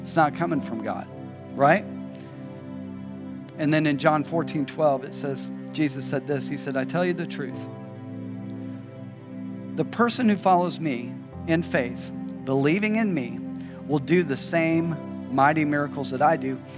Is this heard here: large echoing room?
yes